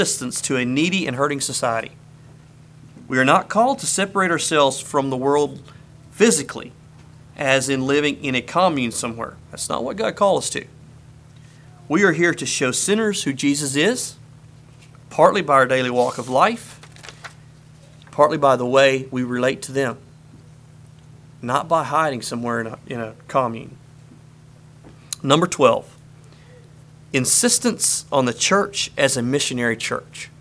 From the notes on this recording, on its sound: Message preached at Word of Hope